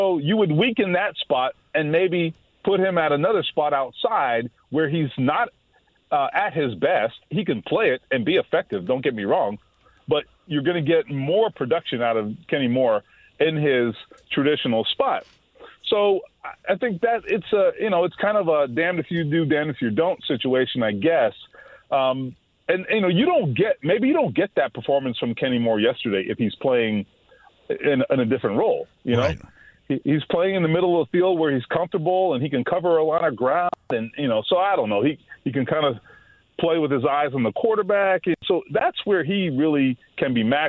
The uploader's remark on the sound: Opens the phone lines up and takes some calls from Colts and Pacer fans! Responding to comments from listeners online!